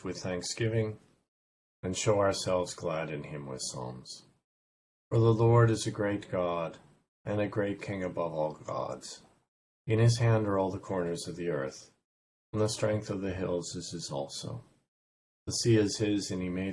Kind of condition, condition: fault, drop-outs